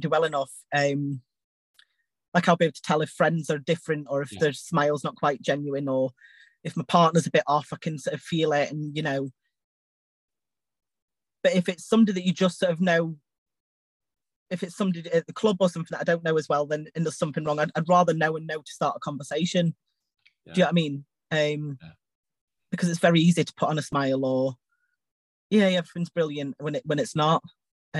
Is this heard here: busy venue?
no